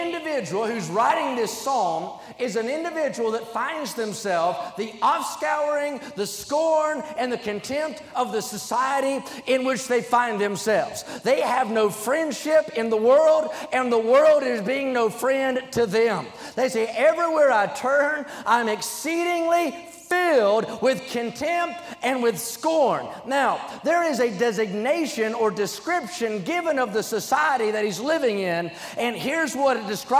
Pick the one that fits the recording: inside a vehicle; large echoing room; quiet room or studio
large echoing room